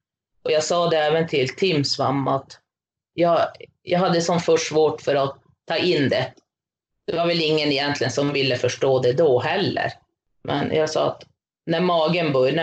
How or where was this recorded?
video call